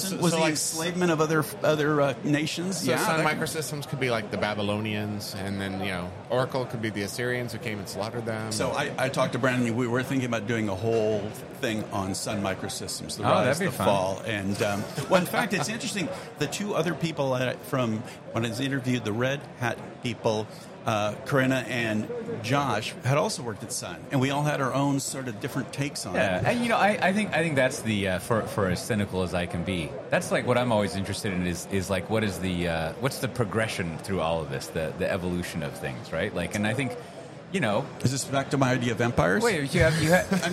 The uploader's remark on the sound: record live from KubeCon EU